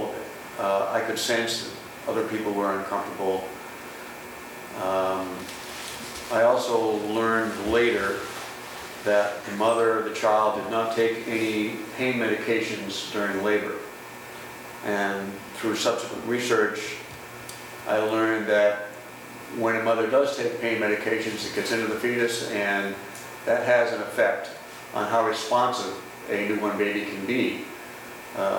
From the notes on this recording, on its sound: This is a recording of the Q&A from the Boston screening of Cut. The screening took place at the Jamaica Plain Cohousing.